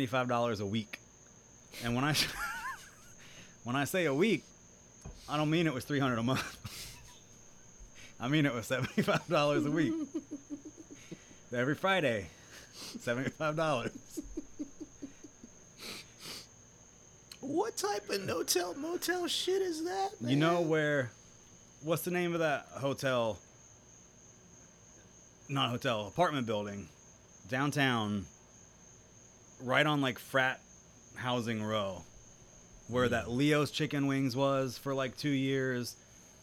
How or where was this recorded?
outdoors